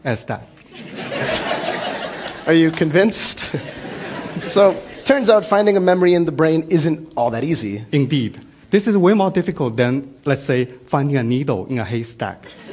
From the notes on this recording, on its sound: Filmed at TEDxBoston